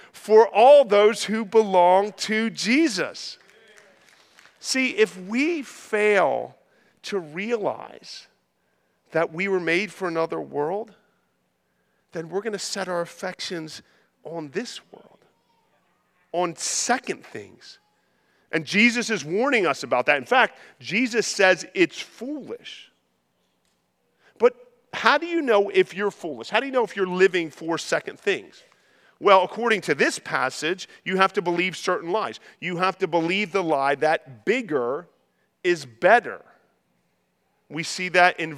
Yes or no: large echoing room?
yes